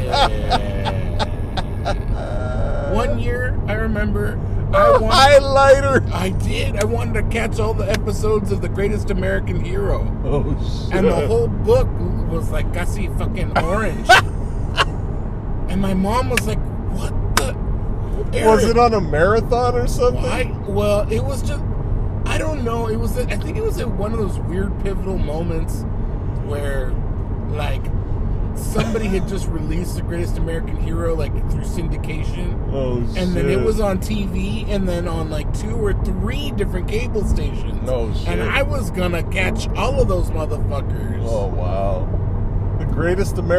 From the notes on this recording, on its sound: ROAD TRIP! Talk about their problems all the way home. We can hear the engine noise too.